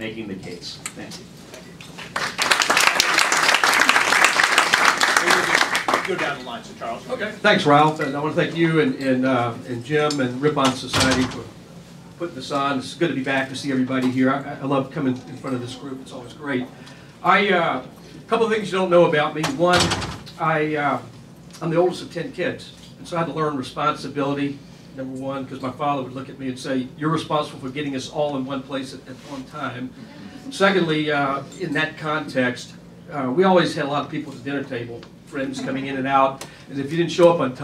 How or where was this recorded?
busy venue